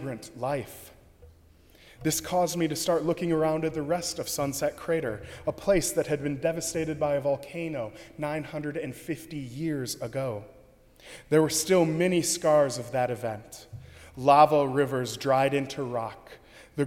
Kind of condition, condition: setting, large echoing room